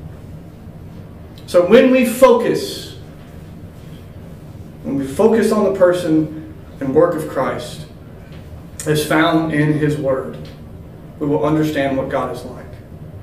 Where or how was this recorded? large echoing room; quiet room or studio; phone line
large echoing room